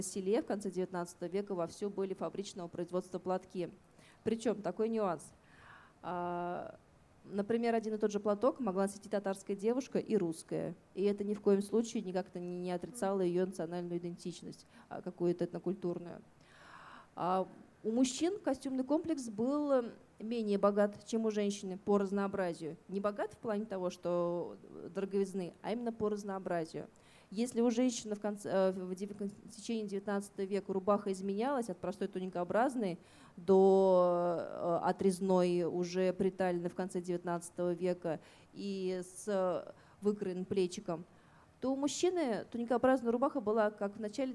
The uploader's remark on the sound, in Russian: Чуть больше месяца назад наш подкаст пригласили на фестиваль национальной одежды «Миллие кием». На открытой записи мы поговорили.